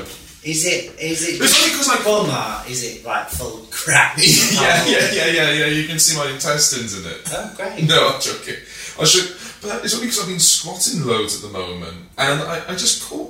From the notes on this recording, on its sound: Apologies for the bad audio quality!!!